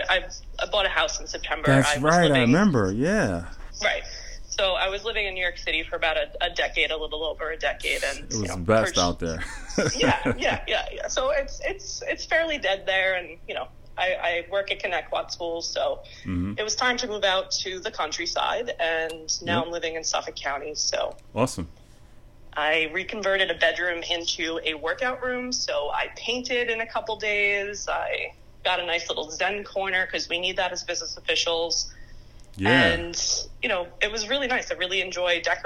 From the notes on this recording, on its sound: Candid phone conversation